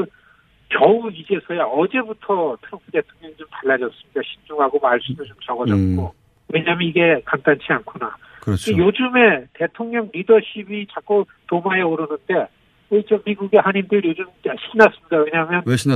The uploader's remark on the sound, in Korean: 전화연결